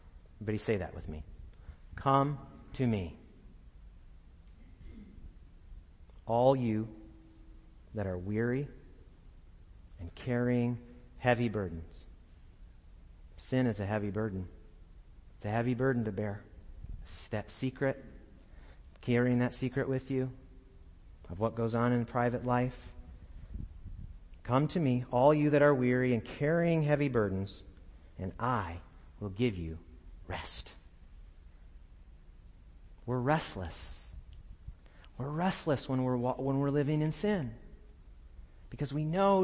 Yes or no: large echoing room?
yes